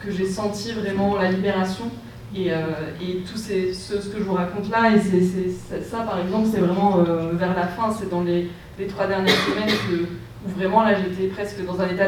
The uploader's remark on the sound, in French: retrouver la rediffusion de la conférence sous forme de podcast